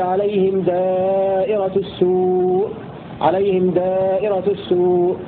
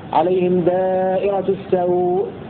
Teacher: هكذا يقرأ ابن كثير وأبو عمرو بضم السين في الموضعين بمعنى العذاب والضرر والبلاء. وقرأ الباقون بفتح السين في الموضعين